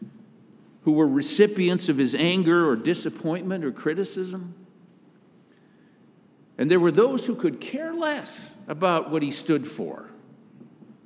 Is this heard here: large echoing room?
yes